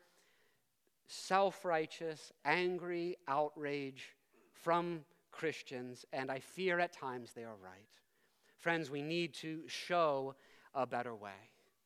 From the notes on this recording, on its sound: preached this sermon at Covenant Fellowship Church